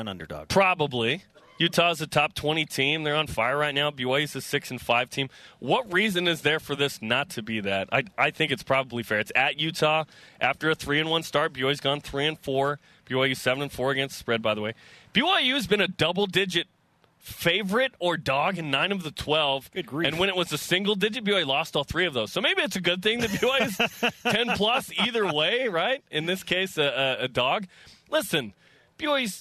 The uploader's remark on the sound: BYUSN kicks things off live from Deseret First Credit Union